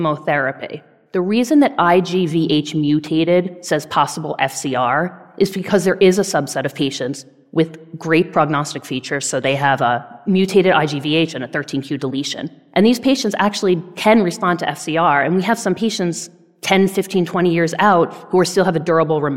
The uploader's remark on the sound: This event recorded at the annual ONS Congress